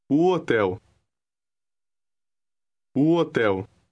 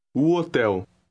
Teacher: the initial o, meaning the, seems to blend into the word hotel